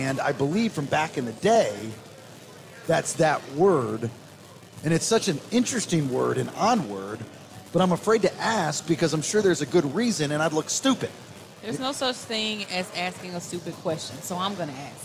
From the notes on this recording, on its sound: The show is live at Twin Peaks. Nothing Personal is played onsite with listeners who were in the building.